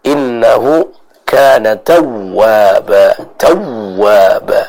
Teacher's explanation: Dengan kita menekan huruf wawunya karena bertasydid.